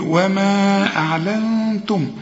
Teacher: النون بدون تشكيلة هي عايزة غنة لأنها بعدها التاء والتاء من حروف الإخفاء